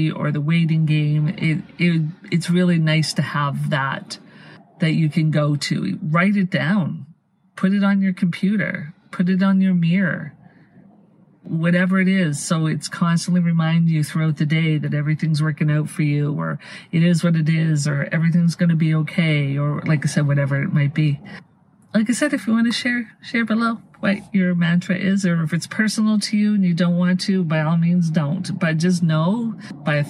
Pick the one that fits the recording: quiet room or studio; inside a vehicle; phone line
inside a vehicle